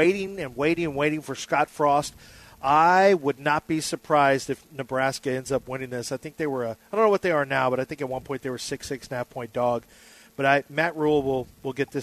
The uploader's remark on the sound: LIVE from the Golden Nugget Casino in Lake Charles.